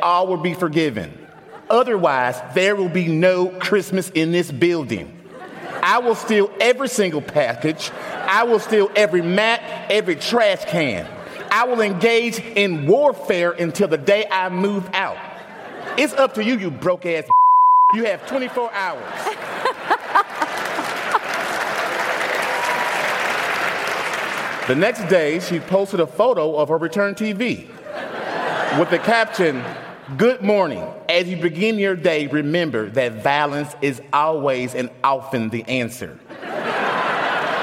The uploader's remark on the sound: at the Harris Theater in Chicago